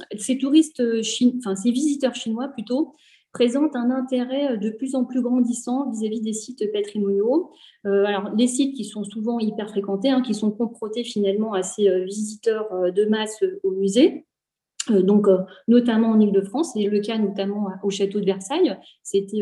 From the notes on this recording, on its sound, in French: Enregistré sur zoom le 20 avril 2021